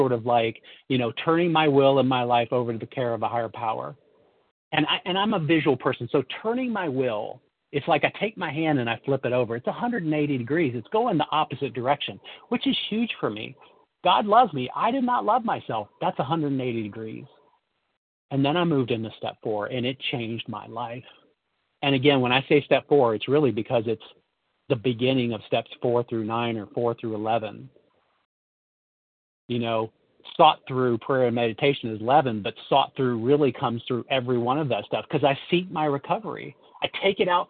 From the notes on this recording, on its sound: From the 100 Pounders Phone Meeting.